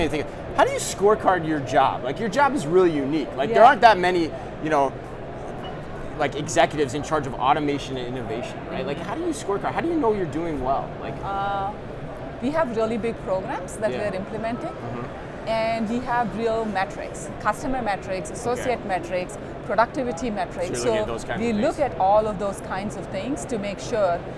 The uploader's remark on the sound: Live From NRF 2024